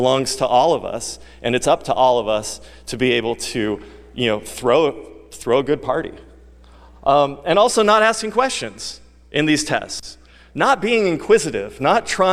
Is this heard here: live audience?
yes